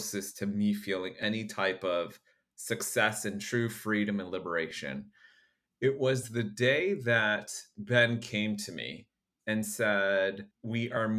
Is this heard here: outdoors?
no